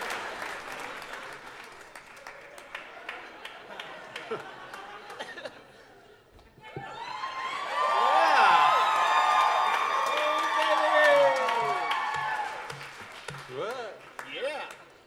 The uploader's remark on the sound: An elite group of podcasters gathered together in Chicago to create the most compelling podcast promos ever recorded in all of audio history. Recorded live from Very Very Fun Day in Chicago at Thalia Hall.